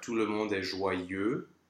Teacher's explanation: EU, followed by X in this case, closes the vowel to an O slash.